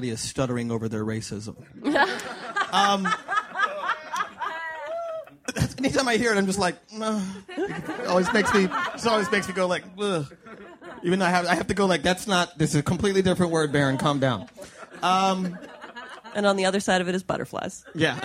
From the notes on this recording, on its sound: Live From SF Sketchfest. At the SF Punchline.